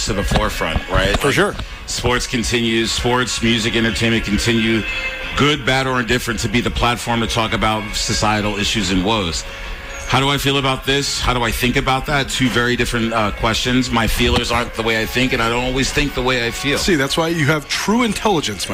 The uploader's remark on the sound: LIVE from Washington-Grizzly Stadium before the Montana spring game.